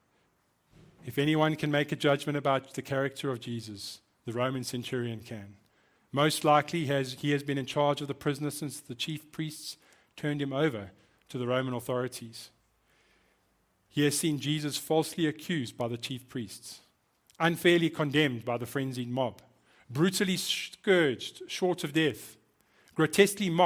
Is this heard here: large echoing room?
yes